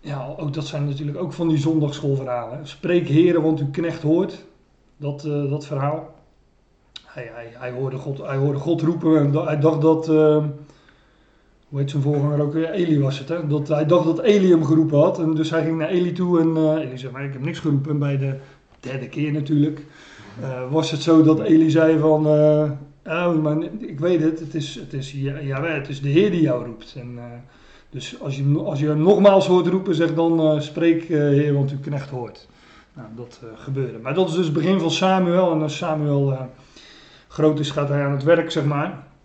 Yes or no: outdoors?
no